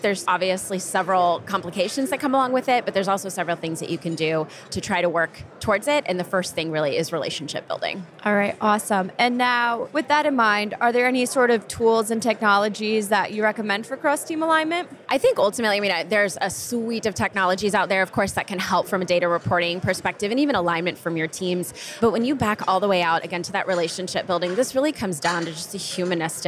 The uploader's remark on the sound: During an interview on the show floor of the 2023 B2B Sales & Marketing Exchange in Boston, Mass.